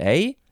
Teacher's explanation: It sounds like there's a question mark at the end. I am here in anticipation of your agreement, the listener's agreement.